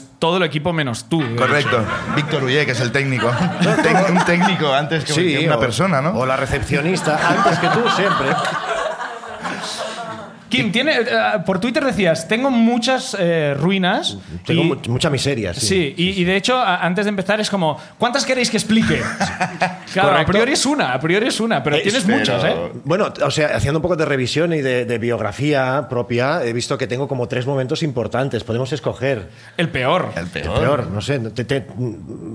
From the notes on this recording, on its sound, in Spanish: El público también trae miserias del pasado.